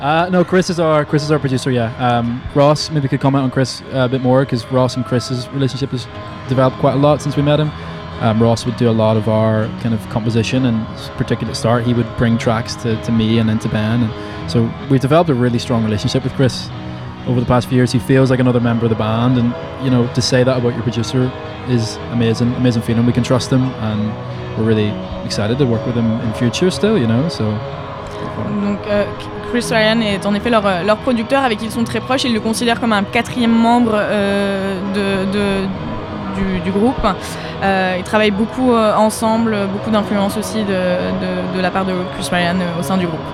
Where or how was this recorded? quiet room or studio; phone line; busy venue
busy venue